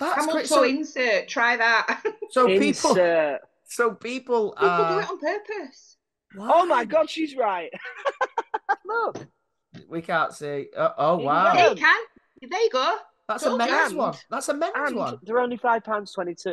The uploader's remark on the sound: we sit down over zoom